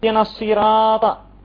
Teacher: الراء ها هنا تفخم، تفخم لأنها مفتوحة في نفسها